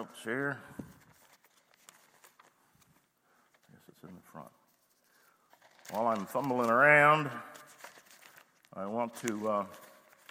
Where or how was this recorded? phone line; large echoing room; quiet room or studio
large echoing room